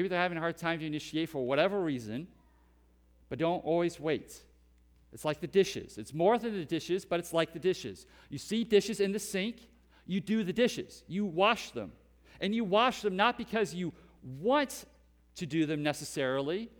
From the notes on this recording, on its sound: Preached at Hope Community Church, West Salem, WI